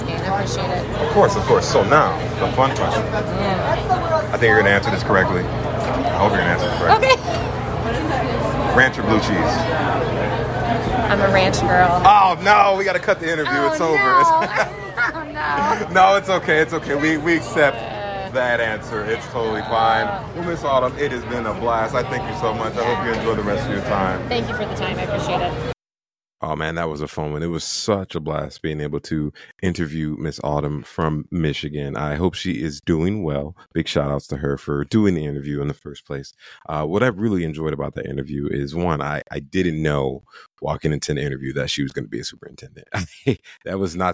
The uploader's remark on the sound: NCSC Conference. He had the pleasure of interviewing genuine individuals at the biggest charter school conference in the nation.